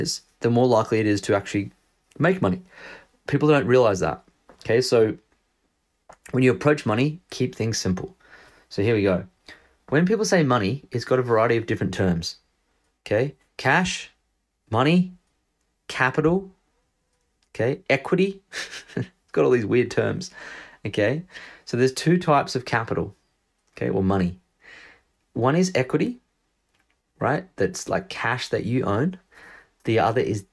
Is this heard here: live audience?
no